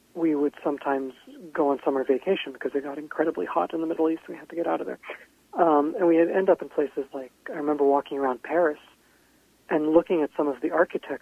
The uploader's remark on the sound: called in from his home in Portland, Oregon.